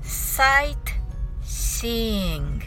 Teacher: 必ず一息でタンタタンと短く言ってください · Term: リズム